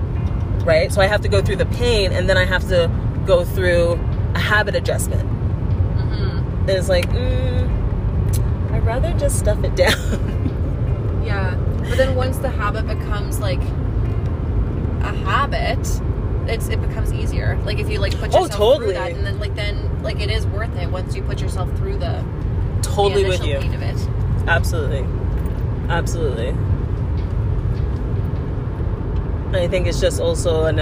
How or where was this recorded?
inside a vehicle